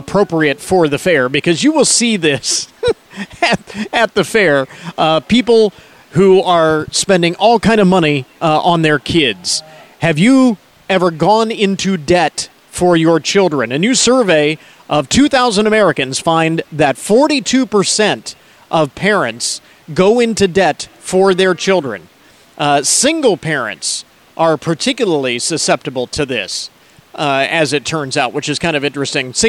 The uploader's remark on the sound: ON LOCATION. Making sure you don't miss out on any of the unmistakable sounds of the fair. The fun continues at the Hancock County Fair. You never know who you might bump into on the fairgrounds.